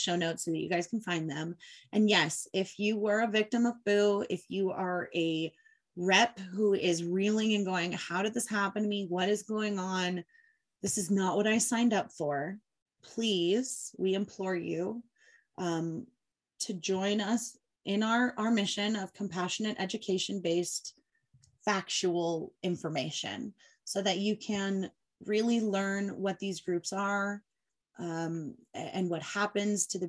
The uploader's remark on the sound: Obviously we had to hop on a zoom to chat with those who could! A bit of a warning, we have, at times, 5 very excited women on this chat, and mute was not always utilized, but I did my best!